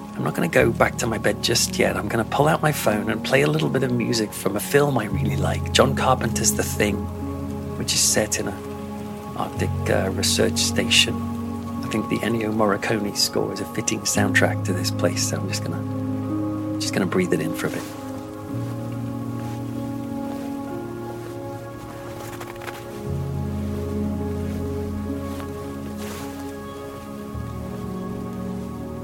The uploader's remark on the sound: An on-location audio trip to Transylvania. Where we will stay in an old Saxon village, then head by cable car into the Carpathian mountains, to sleep in a hotel made of ice. Then it's off to the beautiful yet formidable looking Bran Castle and more.